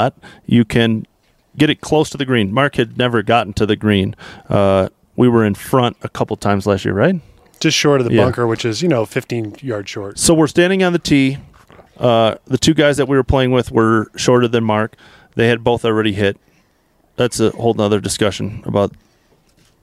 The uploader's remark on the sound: Live from Barracuda Round 2